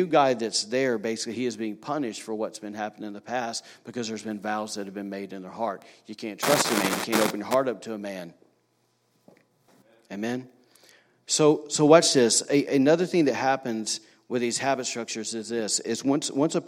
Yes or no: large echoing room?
yes